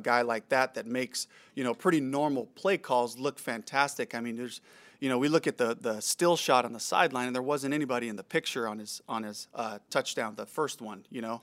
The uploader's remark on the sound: Press Conference